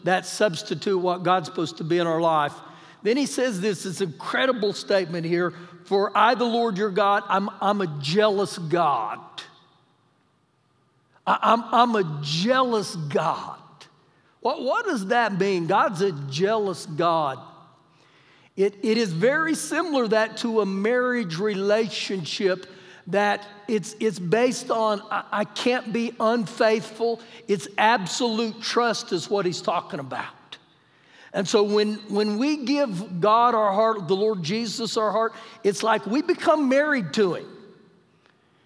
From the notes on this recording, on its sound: Recorded live during our Sunday service on 07-26-2020